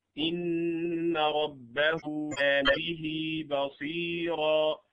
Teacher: مد الصلة هو إشباع حركة هاء الضمير، هاء الضمير التي تسمى هاء كناية